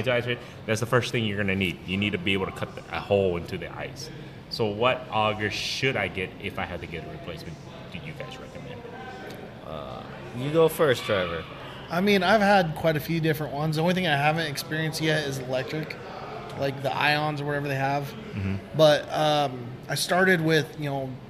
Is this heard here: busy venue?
yes